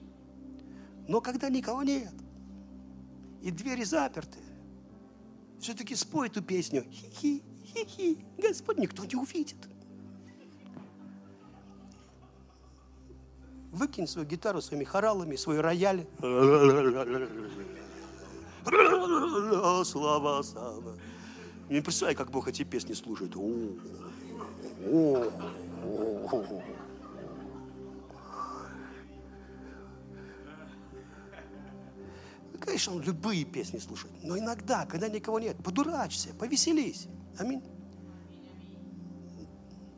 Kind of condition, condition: setting, large echoing room